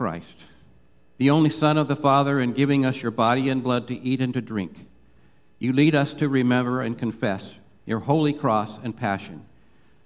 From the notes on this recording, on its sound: Live Worship Service